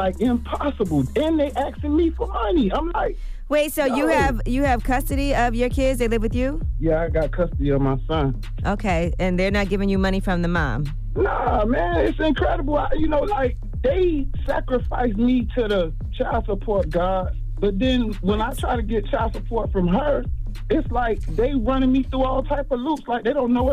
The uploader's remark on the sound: we opened up the phone lines